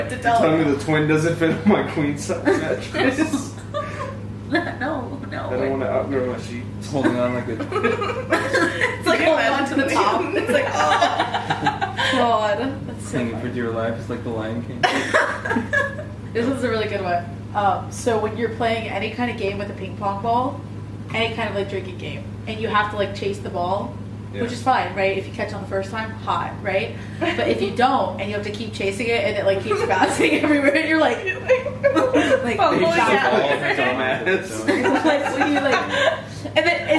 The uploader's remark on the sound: Forgive the audio in this episode, I accidentally deleted the good audio. Now we all just kind of look goofy holding mics lmao.